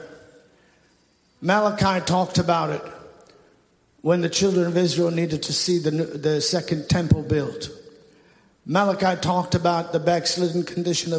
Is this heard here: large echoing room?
yes